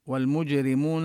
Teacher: الجيم فيها ساكنة وهي حرف مقلقل، نقلقل الجيم